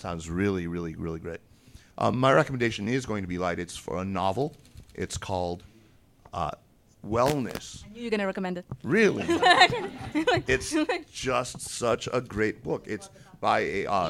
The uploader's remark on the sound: A live recording from New York on the eve of the 2023 NEXTChina Conference. This show is unedited to preserve the live feel!